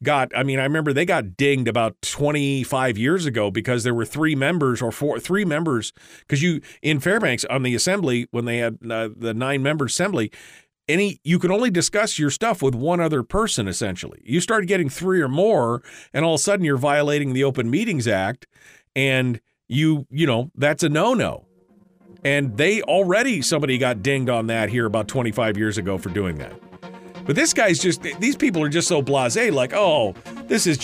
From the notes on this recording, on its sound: With no guests today I decided to just throw the phone lines open from the very beginning and start with any of your phone calls.